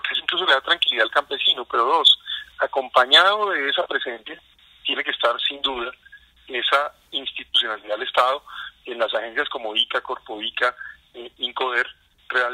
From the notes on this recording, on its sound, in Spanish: Editado con las grabaciones de las llamadas telefónicas que ciudadanos, registrados en #ElRetoDeLoS10Minutos, tuvieron con los candidatos a la Presidencia y a la Vicepresidencia.